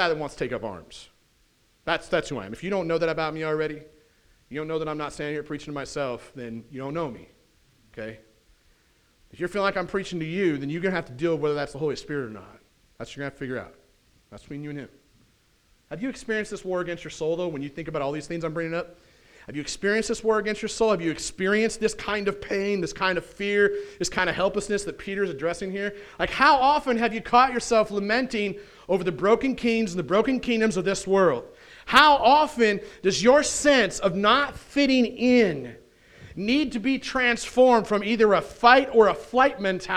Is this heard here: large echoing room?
yes